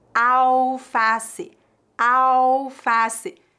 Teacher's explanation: Não pronunciamos a letra L.